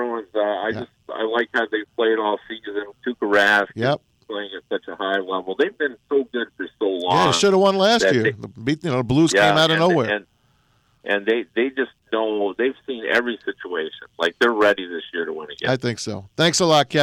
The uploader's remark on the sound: They are joined on the phone